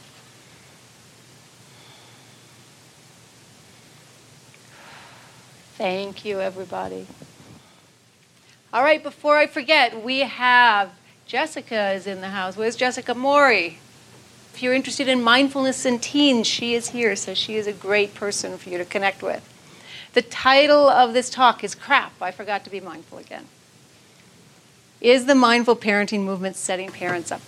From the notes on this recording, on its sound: keynote from the 2014 Buddhist Geeks Conference